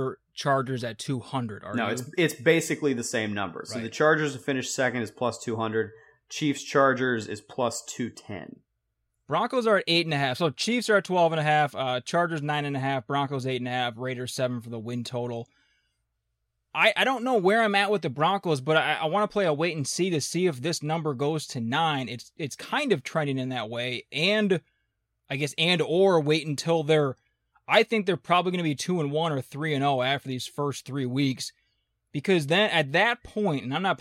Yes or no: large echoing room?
no